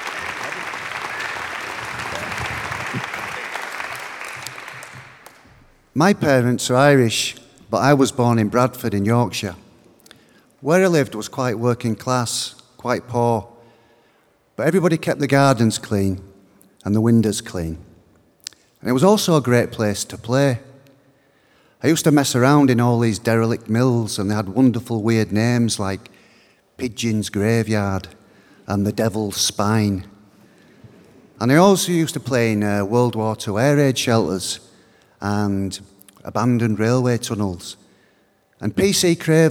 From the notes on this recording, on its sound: live from the Union Chapel in London